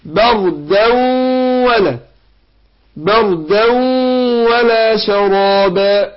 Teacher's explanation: نون التنوين اللي بتتنطق دي مش بتتكتب، جاء بعدها الواو، فبنضغمها في الواو ادغام بغنه